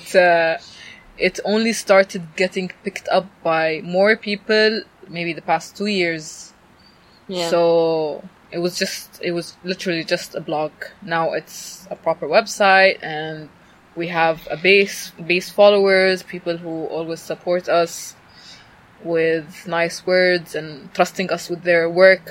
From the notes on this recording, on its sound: outside a cafe in Abu Dhabi, UAE, after the Diplomantiq workshop